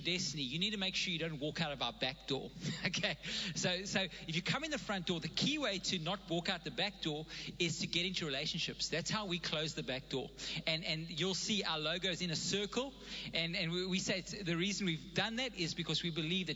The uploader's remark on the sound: Recorded live on Sunday the 26th September 2021